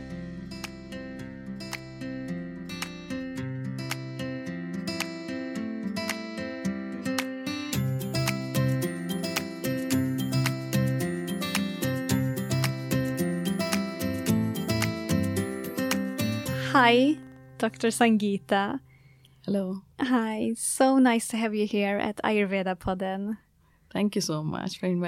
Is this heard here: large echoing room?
no